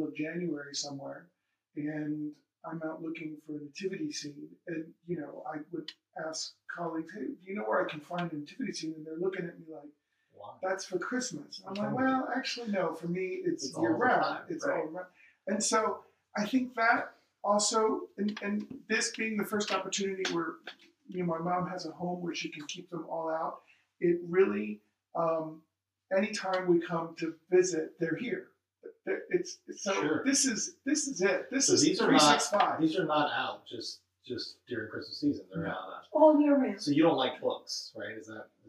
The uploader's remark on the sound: In their home. We apologize for the less than perfect audio.